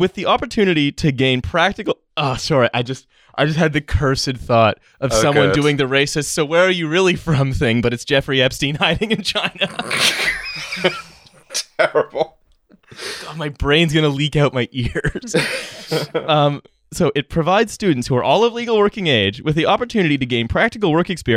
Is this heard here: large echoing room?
no